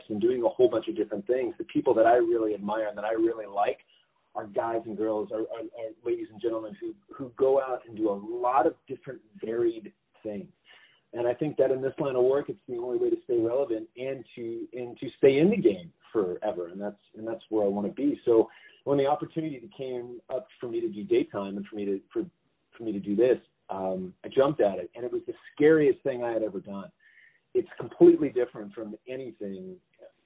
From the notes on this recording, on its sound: On the phone.